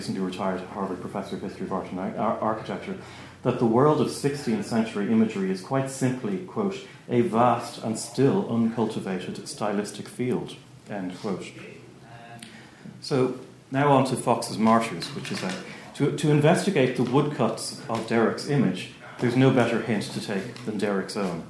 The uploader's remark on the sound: at the 2022 Tudor and Stuart Ireland Conference